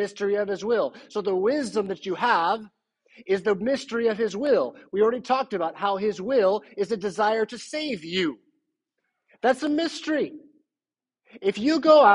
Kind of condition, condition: setting, large echoing room